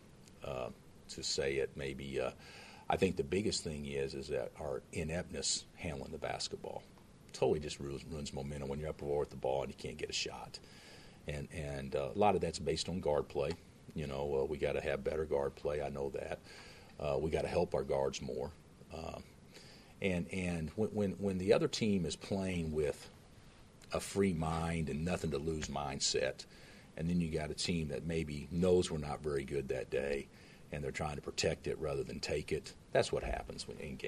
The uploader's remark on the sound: Press Conferences & Post-Game Interviews